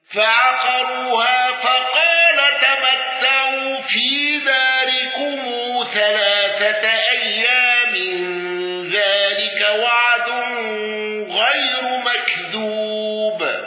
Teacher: قالون بصلة ميم الجمع واندرج معه ابن كثير